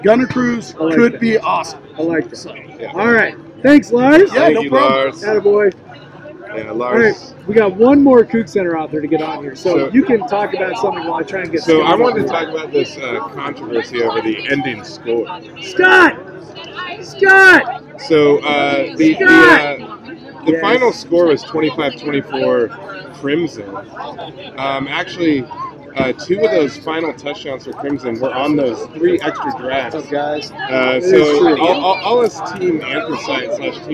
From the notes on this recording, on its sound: Live show! From the postgame tailgate. We hauled our microphones and computers over the mountains and then hauled them out to record a podcast after watching the spring game. There were too many people to name.